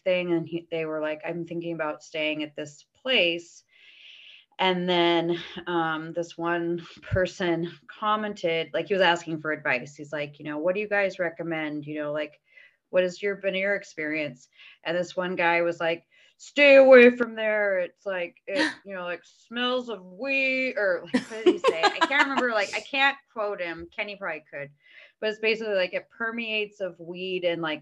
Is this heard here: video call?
yes